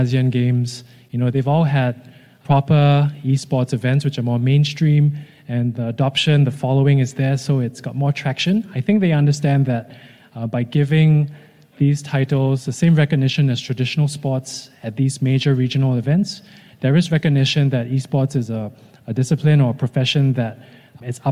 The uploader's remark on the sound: On the floor at SportsPro APAC 2023. From on the floor at Singapore's Marina Bay Sands.